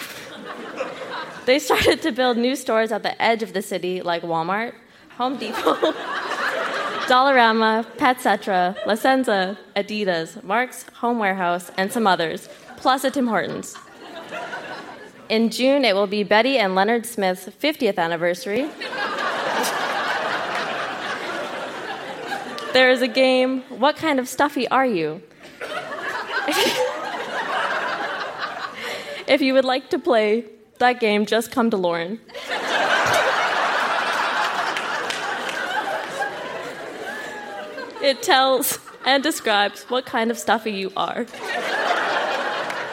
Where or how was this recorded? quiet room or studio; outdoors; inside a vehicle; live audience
live audience